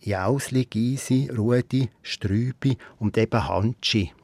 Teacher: die Namen aber eigentlich alle ohne «n» am Schluss, nämlich Jausli, Gysi, Rudi, Strübi und eben Hanschi.